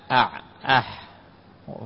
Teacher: وسط الحلق مخرج العين والحاء، أح في الوسط.